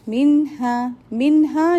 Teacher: noon sakin followed by a throat letter. So, izhar, clear noon.